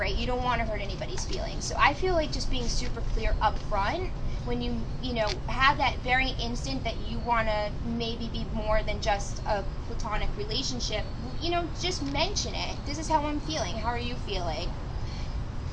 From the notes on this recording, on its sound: A panel of guests. This was recorded the morning after Secret Sinsations hotel takeover, outside in the beautiful sunshine.